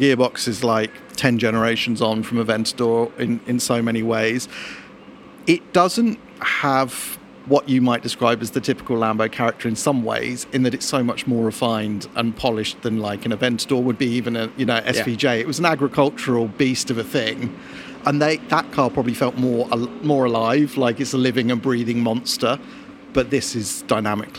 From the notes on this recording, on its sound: live from the pit-lane at the Vallelunga track